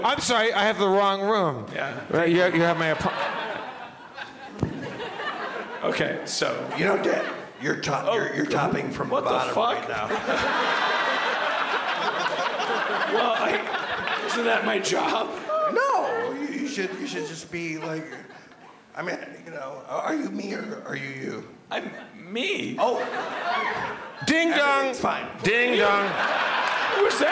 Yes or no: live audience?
yes